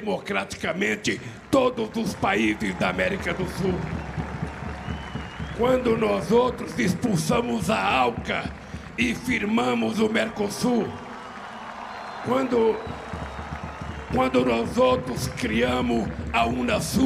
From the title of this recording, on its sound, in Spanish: "Festival Democracia Para Siempre" na Plaza de Mayo, Buenos Aires.